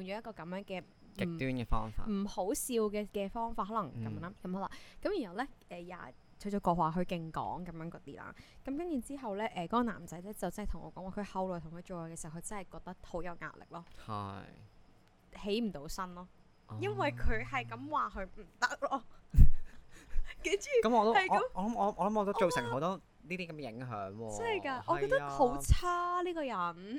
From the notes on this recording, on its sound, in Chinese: 本集因收音故障，雜音較多，敬請見諒。